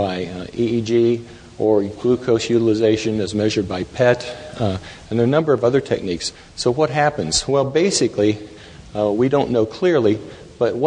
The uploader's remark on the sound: Taken from the Psychedelic Science '13 conference